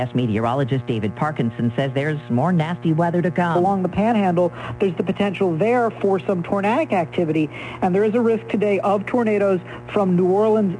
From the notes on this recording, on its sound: then open phones